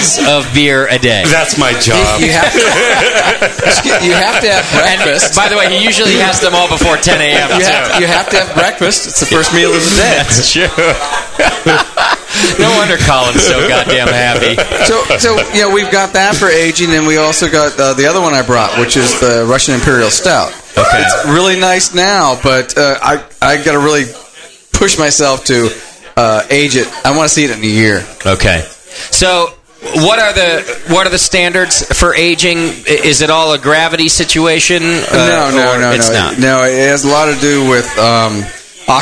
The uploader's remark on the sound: Live from Downtown Joe’s